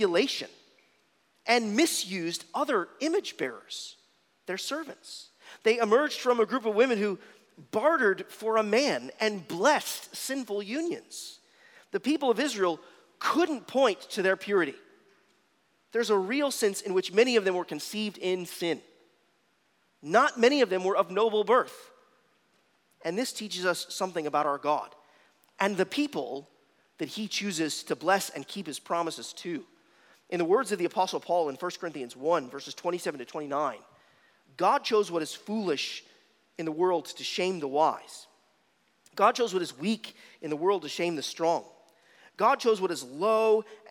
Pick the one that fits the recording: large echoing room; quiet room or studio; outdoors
large echoing room